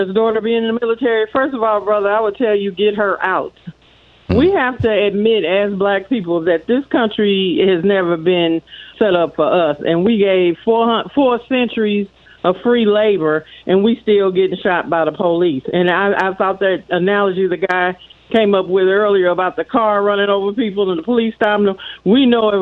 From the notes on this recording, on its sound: Listeners call